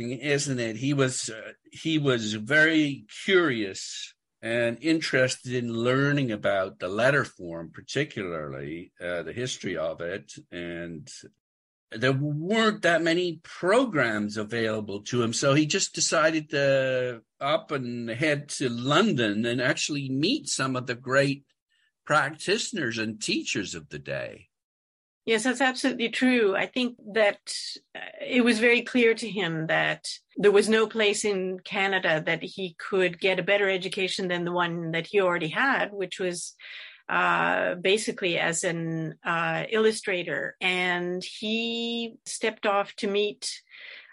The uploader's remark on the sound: We met via Zoom.